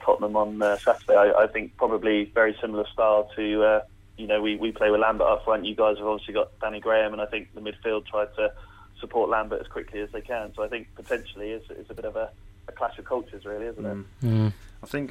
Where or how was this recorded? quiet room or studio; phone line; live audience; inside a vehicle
phone line